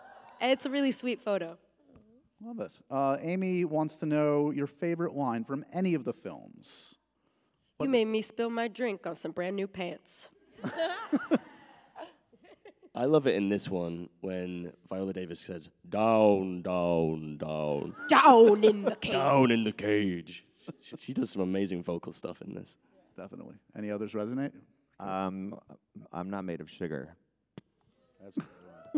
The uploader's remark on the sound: A LIVE taping and goodbye to their press tour.